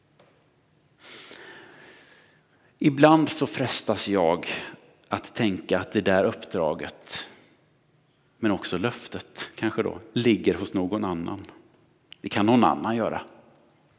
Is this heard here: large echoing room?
yes